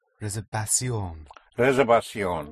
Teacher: the V pronounced with your lips like a soft B